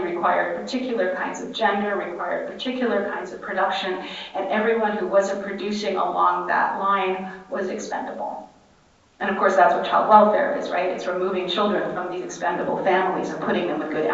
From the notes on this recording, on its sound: session recorded at Socialism 2022